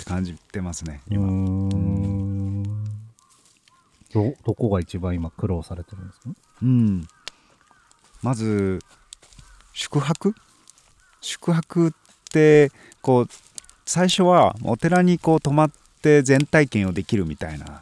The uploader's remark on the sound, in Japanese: 焚火ラジオ初のリアルな焚き火の前での収録。冬の焚き火は心地よい。